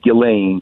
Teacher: Well, so, you know, Ghislaine Maxwell, and I think the way they pronounce it, the S is silent, it's pronounced Ghislaine